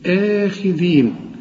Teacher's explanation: مدام الهمزة بعدها ألف زي دي لازم تمد الهمزة دي حركتين تقول آخذين.